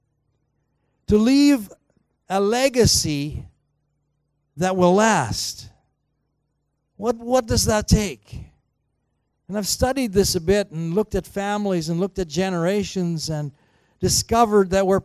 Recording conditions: large echoing room